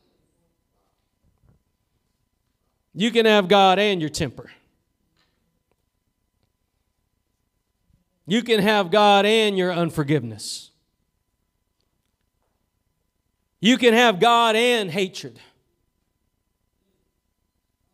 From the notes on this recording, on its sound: Preached at Gospel Lighthouse in Bossier City, La.